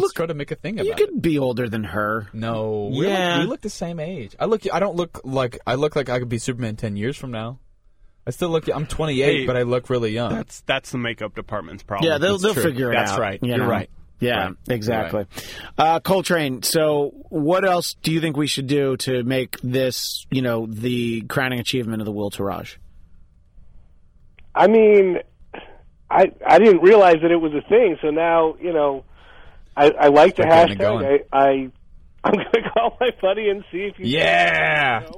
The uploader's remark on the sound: Via telephone.